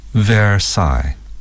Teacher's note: 凡尔赛这个单词的重音是靠后的